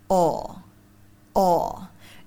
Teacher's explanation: Đầu tiên là âm o thì đầu lưỡi chúng ta sẽ hạ xuống và môi chúng ta chu hờ về phía trước. Âm này rất là ấm và trầm.